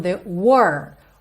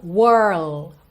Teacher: Então, pensa primeiro só o W-O-R, lembrando que esse R é com a língua enrolada